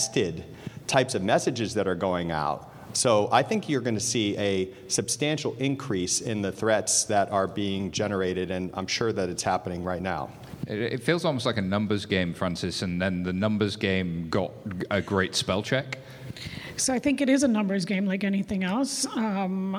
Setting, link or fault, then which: setting, busy venue